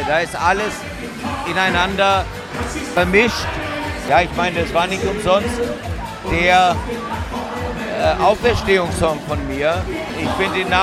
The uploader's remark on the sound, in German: Live vom Wachauer Volksfest 2023